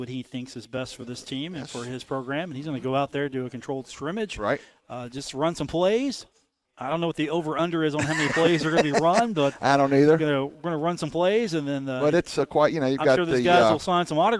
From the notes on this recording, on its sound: Broadcast live from The Union Pub and Grill.